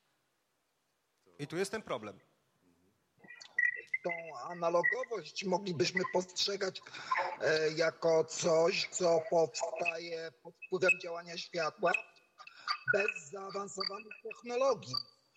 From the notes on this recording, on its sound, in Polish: Dyskusja Panelowa. Panel dyskusyjny jaki odbył się przy okazji otwarcia Wystawy "Pracowni Technik Szlachetnych i Historycznych.